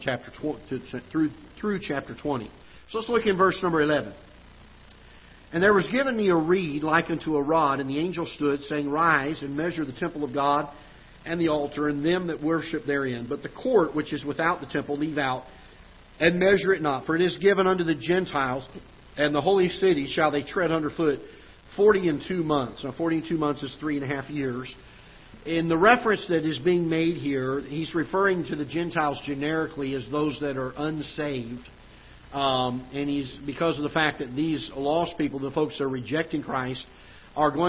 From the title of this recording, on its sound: Ketha Heights Baptist Church ~ Live Broadcast